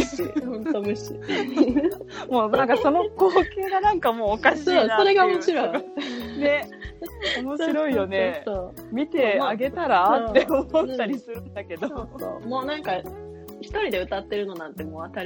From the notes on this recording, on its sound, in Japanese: オンライン収録の為、音声が乱れたり聞き取りにくい箇所が多々あります。